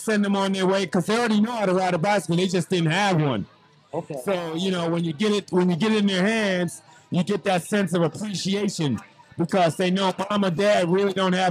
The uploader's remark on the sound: Live on location at the Maryland Cycling Classic this year. We had an amazing time interviewing stakeholders, cycling enthusiasts, Olympians, fans and families.